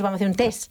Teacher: Nosotros, incluso si decimos, por ejemplo, la palabra test, vamos a hacer un test, pues decimos vamos a hacer un test, ya nos cargamos la T final